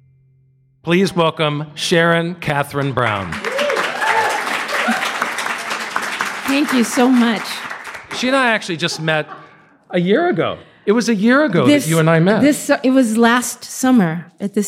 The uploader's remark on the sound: Live at BroadwayCon 2023! In an enjoyable BroadwayCon encounter this past summer, I found myself in the heart of all things Broadway, rubbing shoulders with the stars and hosting live interviews for the Broadway Podcast Network.